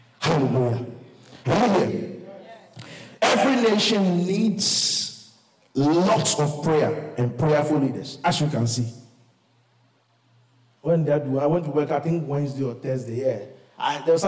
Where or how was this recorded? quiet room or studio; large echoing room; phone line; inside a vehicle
large echoing room